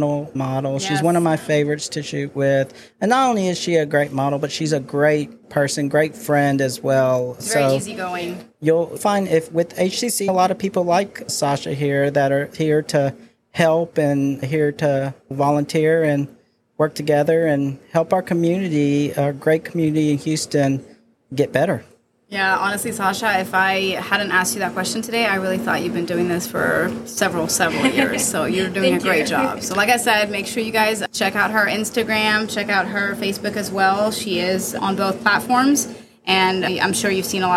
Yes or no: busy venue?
yes